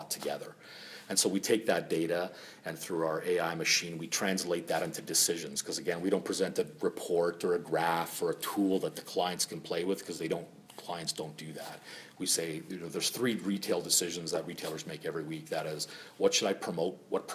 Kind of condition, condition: setting, busy venue